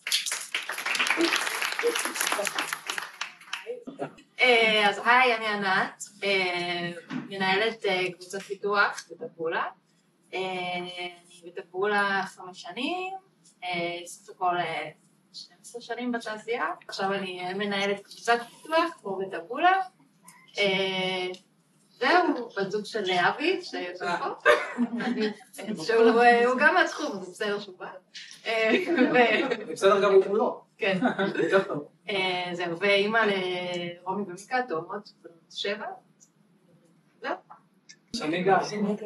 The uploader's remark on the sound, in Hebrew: הפרק החדש הוא הקלטה של פאנל מנהלים שביצענו במיטאפ הראשון של ,אבטיח כיס.